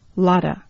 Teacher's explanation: with lot, T becomes D, and then it moves over to the A